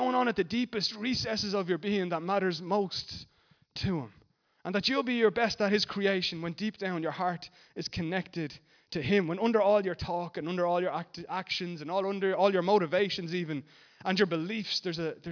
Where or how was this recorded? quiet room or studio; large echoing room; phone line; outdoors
large echoing room